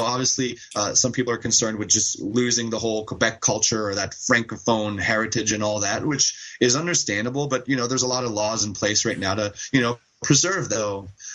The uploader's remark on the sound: over Skype I chatted with the vocalist